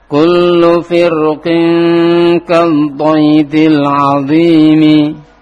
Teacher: rok sukun pada kata firqin lebih afdol dibaca tipis saat wasol. Ada khilaf di karangan para ahli tajwid, ulama ahli tajwid.